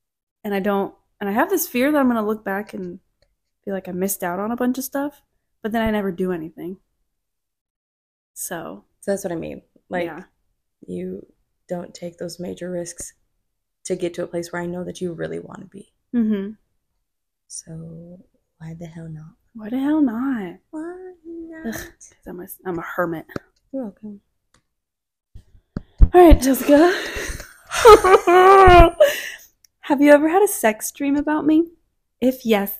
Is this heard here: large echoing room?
no